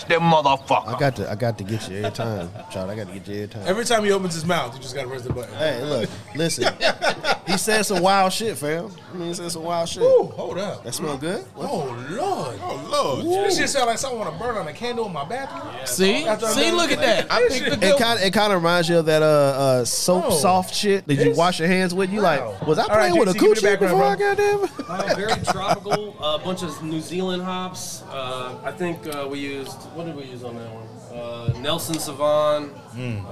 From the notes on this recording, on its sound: On today's show, we live at Panther Creek Brew's.